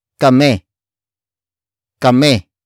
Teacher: Some Tagalog speakers would relax the last I in kami, so it becomes kame.